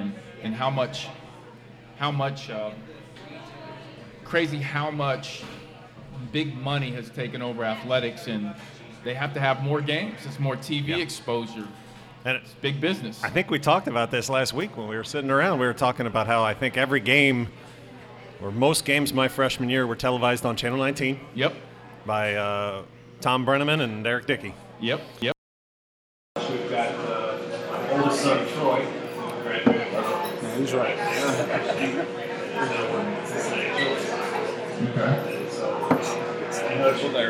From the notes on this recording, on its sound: Live at Mio's